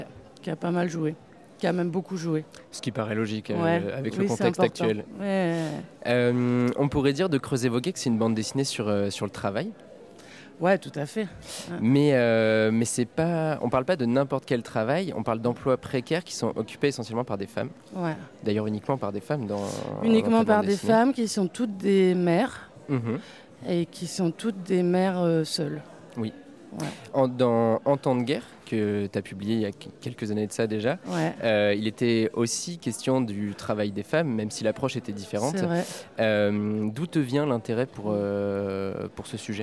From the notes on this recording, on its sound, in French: Une discussion enregistrée lors de la 11ème édition de Formula Bula, centre névralgique de la BD alternative le temps d'un week-end.